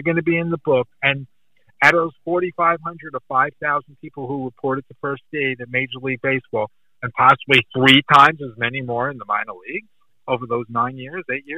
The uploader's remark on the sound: Recorded via phone call